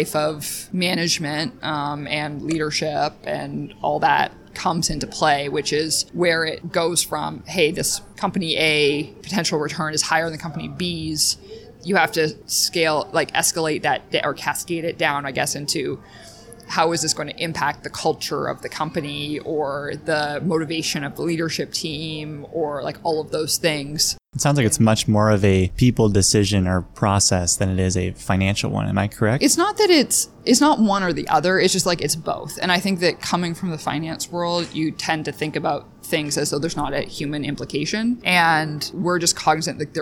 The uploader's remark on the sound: We held our conversation in a quieter area of a shopping mall in Boston so there is occasional background noise.